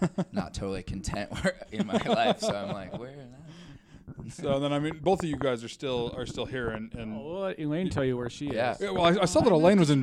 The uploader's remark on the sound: Today's episode is a bonus episode recorded at the LoveLoud Fest. At the LoveLoud Festival in Orem, Utah.